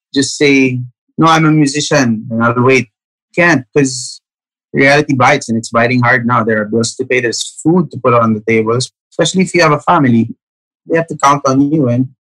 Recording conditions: video call